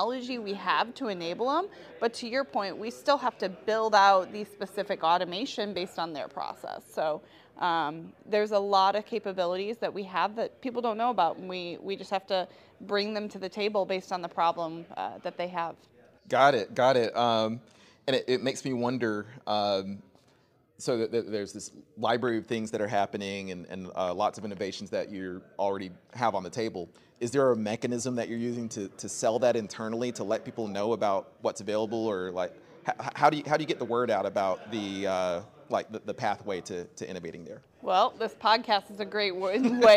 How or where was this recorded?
busy venue